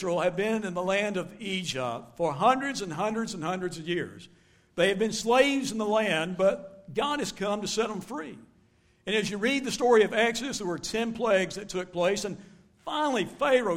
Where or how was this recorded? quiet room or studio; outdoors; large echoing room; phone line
large echoing room